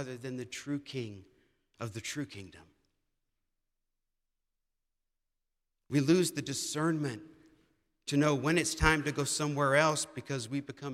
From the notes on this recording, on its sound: presented by Asbury Seminary Kentucky Chapel, recorded on Wednesday, September 20, 2023 at Asbury Theological Seminary's Kentucky campus